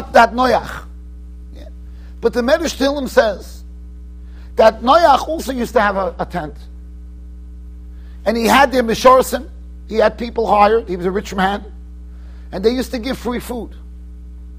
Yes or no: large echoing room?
yes